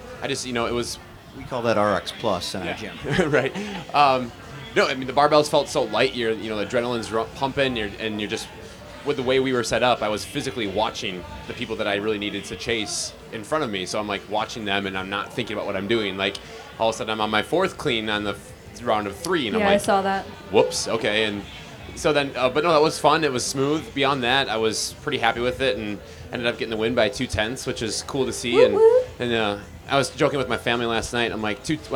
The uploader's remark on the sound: A jam packed episode recorded live on stage at Wodapalooza in Miami.